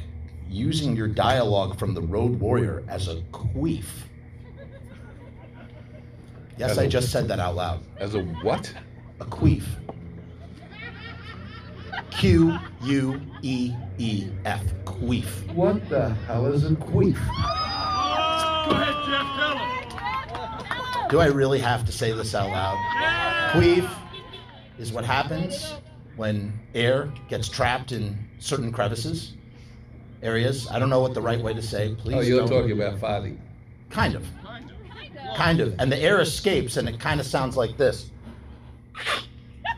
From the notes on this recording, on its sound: Q&As at The Mahoning Drive-In Theater for a Mad Max marathon.